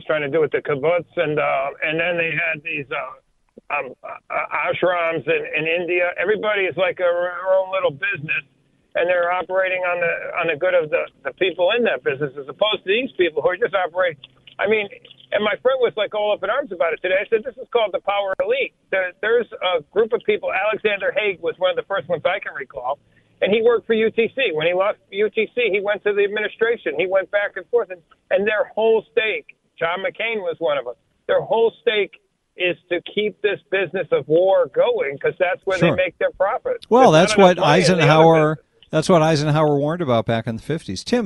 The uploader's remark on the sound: The Rant Line happens first on Friday, so we play Rants and take phone calls.